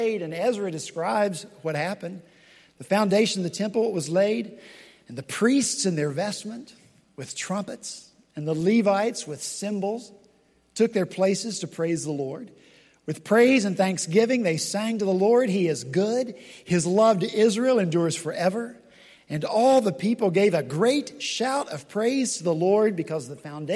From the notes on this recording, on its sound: delivered the first sermon of the first gathering of the newly formed Lowcountry Presbytery.